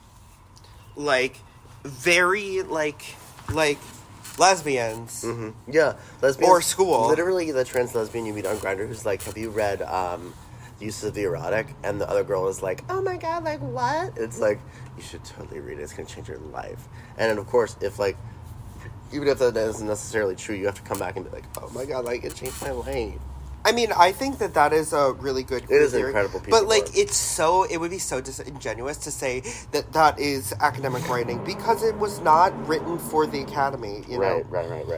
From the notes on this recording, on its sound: don't come at us about the sniffling